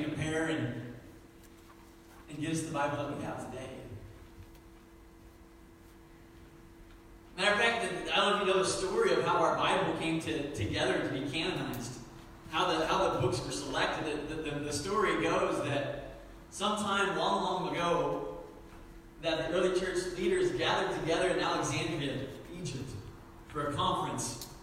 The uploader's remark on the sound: Sermon was preached September 29, 2019 at Meadville Church of the Nazarene